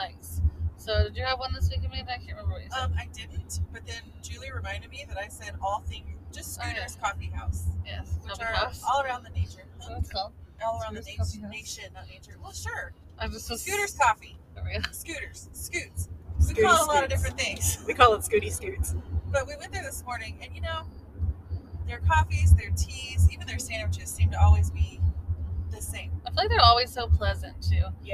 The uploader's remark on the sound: as we record on the way to Maple Leaf Festival!